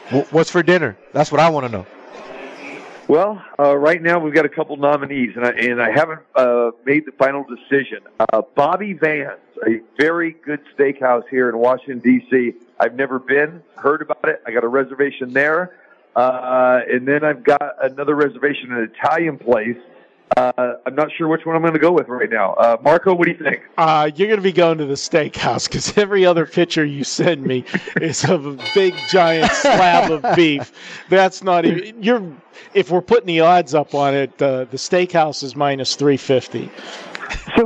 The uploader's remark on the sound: Live from the Super Book at the Westgate Las Vegas